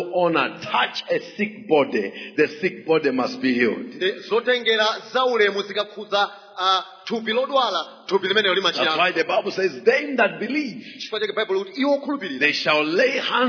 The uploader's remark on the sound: Preached During the Week of Jubilee at Word Alive Blantyre City Church